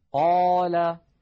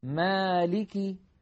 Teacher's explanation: نجد اللوحة مكتوب عليها لا توصف الألف بتفخيم ولا بترقيق بل تكون تابعة للحرف الذي قبلها، نحو قال مالك، فهنا ألف في قال وهنا ألف في مالك، إلا أن الألف الأولى مفخمة لأن قبلها قاف مفخمة والألف الثانية مرققة لأن قبلها ميما مرققة · Term: تفخيم الألف وترقيقها